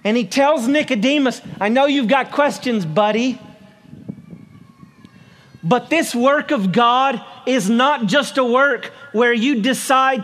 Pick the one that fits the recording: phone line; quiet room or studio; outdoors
outdoors